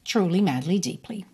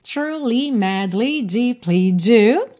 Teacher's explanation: todas essas três palavras têm a sílaba tônica no início · Shown in: first take